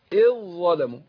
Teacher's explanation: لكن إحنا بنضغم هنا الزال في الظاء